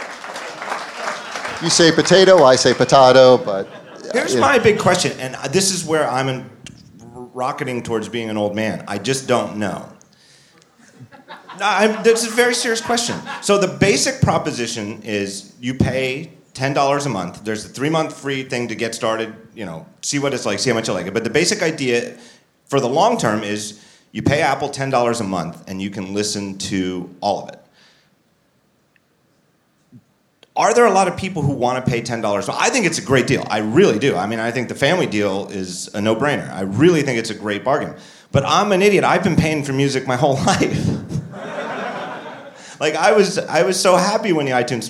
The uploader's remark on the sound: Live From WWDC 2015. Recorded in front of a live audience at Mezzanine in San Francisco.